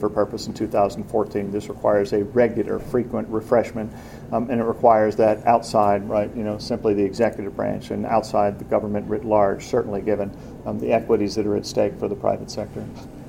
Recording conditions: live audience